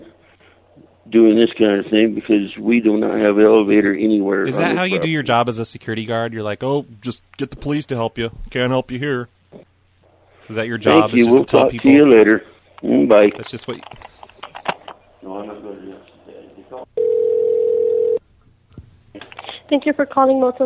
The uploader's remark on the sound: Prank Phone Calls